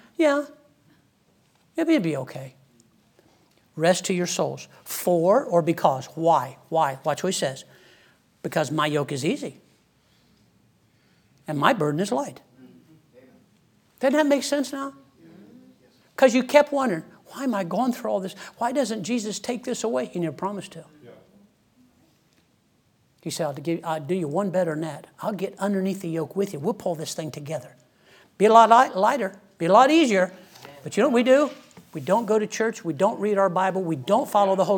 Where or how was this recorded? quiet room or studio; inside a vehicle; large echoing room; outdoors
large echoing room